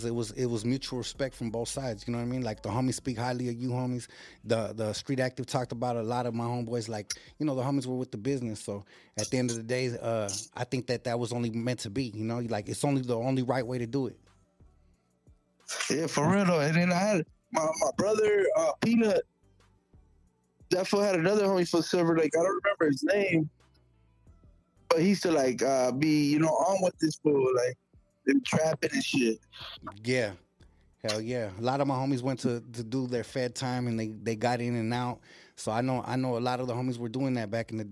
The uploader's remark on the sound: calls in from the Pen